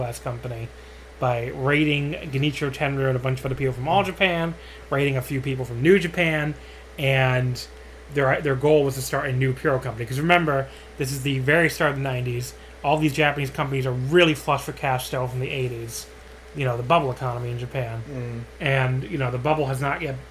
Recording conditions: sounds in the background